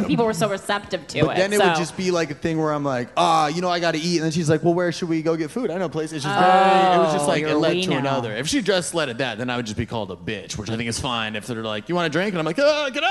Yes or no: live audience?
yes